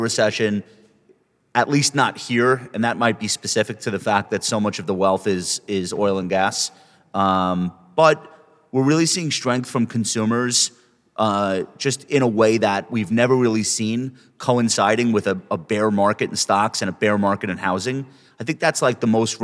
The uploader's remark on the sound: Live from Houston. In front of a live audience at the Dynasty Investors Forum.